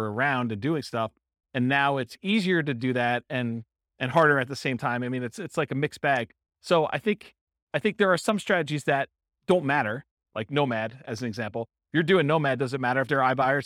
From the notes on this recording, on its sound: This was a live class recorded